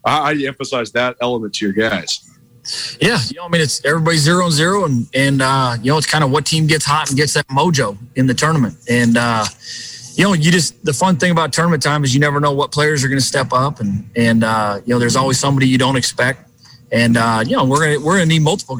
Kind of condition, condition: setting, busy venue